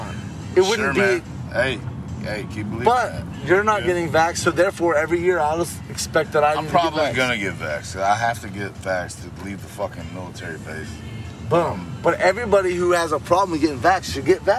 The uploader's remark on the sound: record all over New Orleans